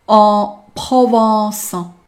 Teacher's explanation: 口型要大，舌头要往后缩，一部分气流要从鼻腔冲出 · Term: 鼻音 · IPA: [ɑ̃ prɔvɑ̃s]